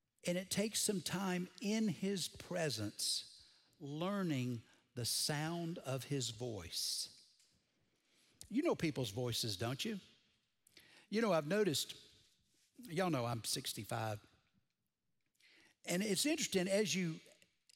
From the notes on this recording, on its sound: Recorded Live at Brookwood Church